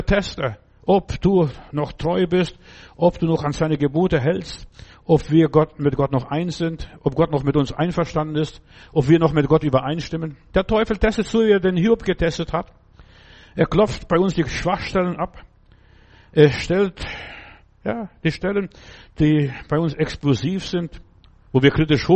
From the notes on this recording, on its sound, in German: im Gemeinde-Zentrum in Berlin aufgenommen